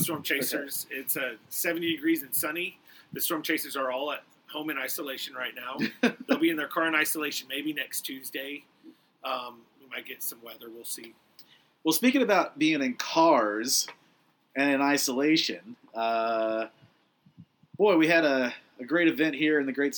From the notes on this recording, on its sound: It's another patio show! Sorry about the sound quality!